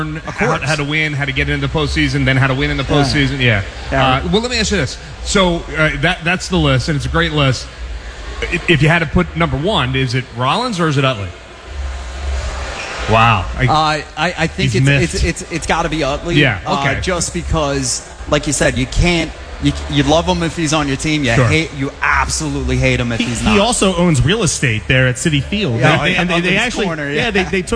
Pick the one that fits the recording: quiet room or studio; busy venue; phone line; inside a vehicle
busy venue